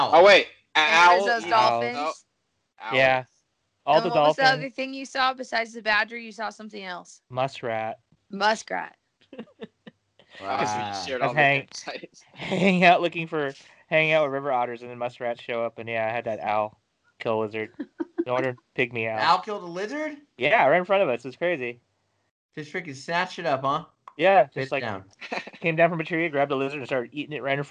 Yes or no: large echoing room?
no